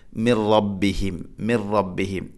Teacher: മിൻ റബ്ബിഹിം, മിൻ സാക്കിനായ നൂന് ശേഷം റാ, ഇദ്ഗാം ബിലാഹുന്ന മണിക്കാതെ കൂട്ടി ലയിപ്പിക്കണം. അപ്പോൾ ഓതേണ്ടത് മിർ റബ്ബിഹിം, മിർ റബ്ബിഹിം.